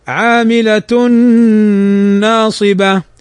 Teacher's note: تنوين بعده النون، والنون من حروف الإدغام بغنة، فنغنها بمقدار حركتين